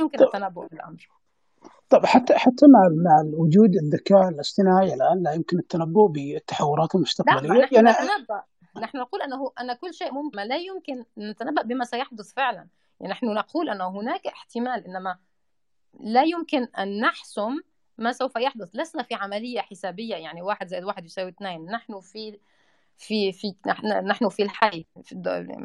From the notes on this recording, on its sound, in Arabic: لقاء مسجل من مساحة عقال في توتير. البودكسات مسجل وهناك هدوء في البداية وتقطع في الصوت بسيط.